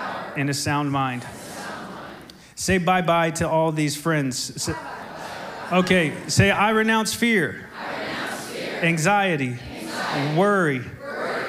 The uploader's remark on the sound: SOZO Church, Belfair Washington